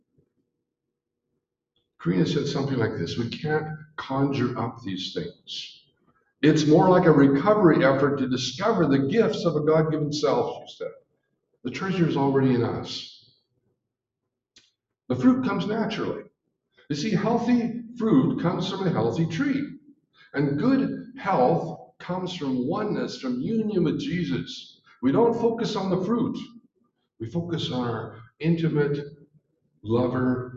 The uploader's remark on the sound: We are *still* working out the kinks with live recordings, thanks for being gracious!